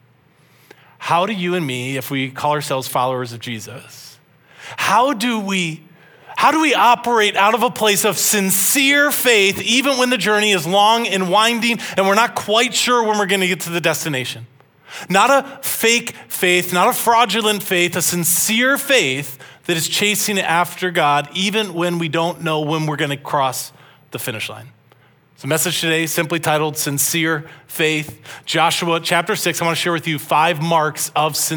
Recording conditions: large echoing room